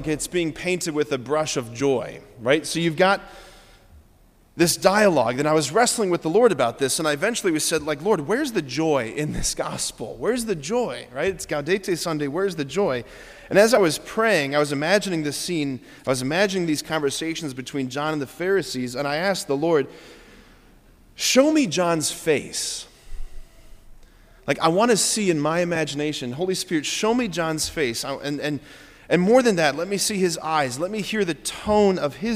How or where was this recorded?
large echoing room